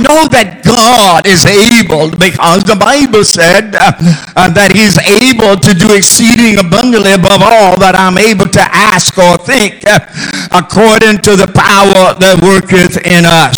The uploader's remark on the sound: GAC Sunday Morning Service